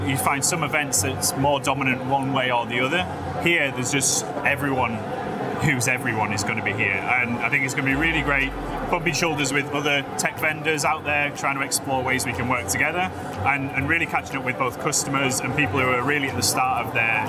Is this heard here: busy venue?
yes